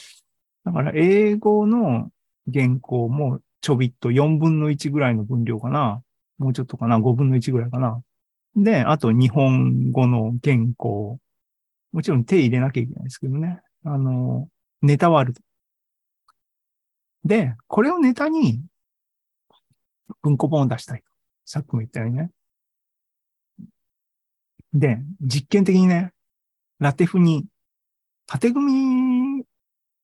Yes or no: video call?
yes